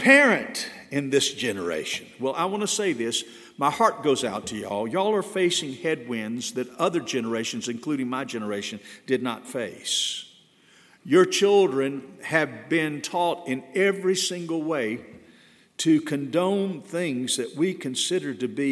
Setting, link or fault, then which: setting, large echoing room